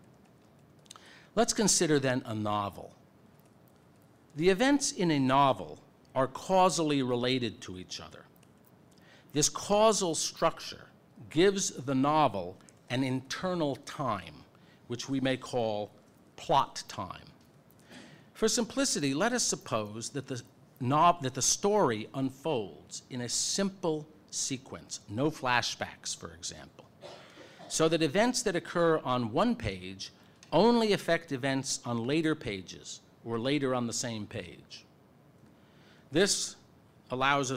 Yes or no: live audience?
yes